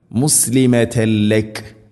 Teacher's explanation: തൻവീനു ശേഷം ലാം ഇത് ഗാം ബിലാഗുന്ന മണിക്കാതെ ലാമിലേക്ക് തൻവീനിനെ കൂട്ടി ലയിപ്പിക്കണം